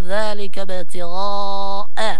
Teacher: هذا المد لابد أن نطوله بمقدار 4 أو 5 حركات